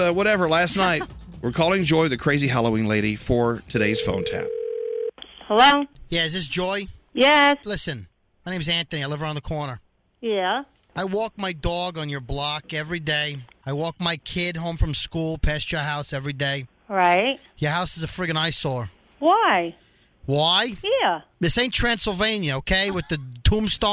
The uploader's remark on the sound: a couple of decrepit Halloween Phone Taps